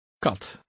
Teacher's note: The Dutch K is softer than the English K and sounds like a cross between the English K and G.